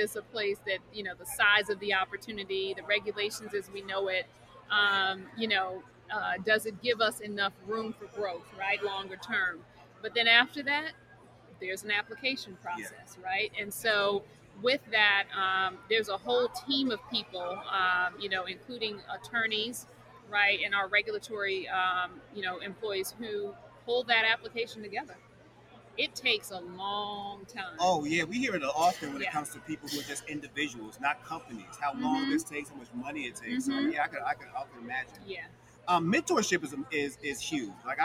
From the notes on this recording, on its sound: Live from New Orleans for Black Cannacon. Live from New Orleans for Black Cannacon.